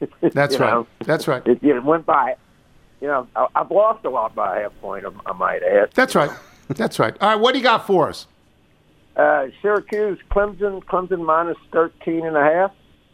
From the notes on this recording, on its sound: phone